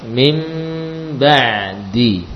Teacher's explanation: Nun sukun akan mengalami qalb apabila bertemu dengan ba, diganti suara nun dengan suara huruf lain, yaitu suara huruf mim ya. Nun diganti dengan suara mim, dan mim yang mengganti nun adalah mim dengan gunnah yang sempurna ya. · Term: hukum qalb